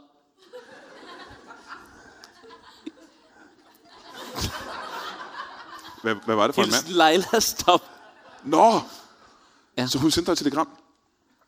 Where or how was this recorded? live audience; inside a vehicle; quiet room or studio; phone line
live audience